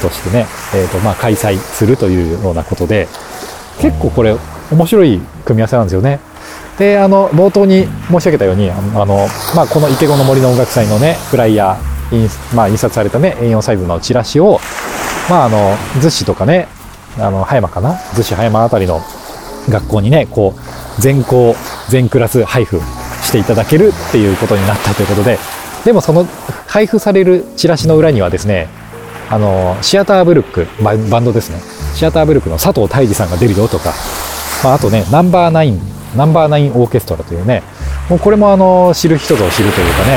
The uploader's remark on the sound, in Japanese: ロケ地：真夜中の逗子海岸。真夜中の 浜に響くは 波の音…。